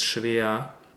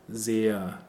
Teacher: Here it's the upside down bright R sound at the end of the word.